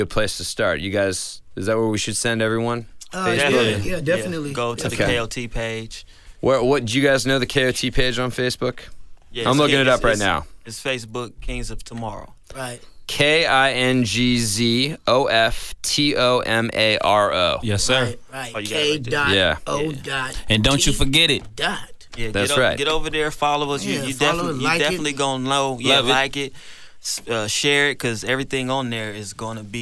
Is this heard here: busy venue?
yes